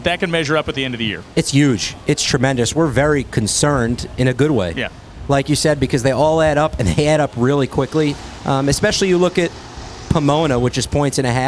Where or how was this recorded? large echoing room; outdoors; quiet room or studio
outdoors